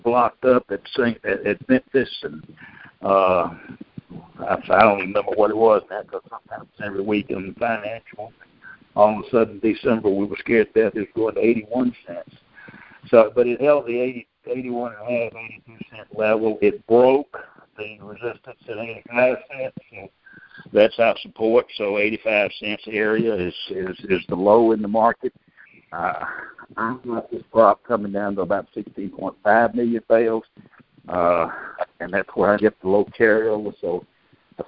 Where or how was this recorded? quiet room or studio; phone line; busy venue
phone line